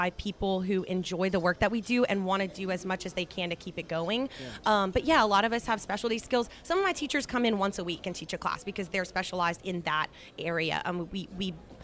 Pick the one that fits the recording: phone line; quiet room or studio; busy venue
busy venue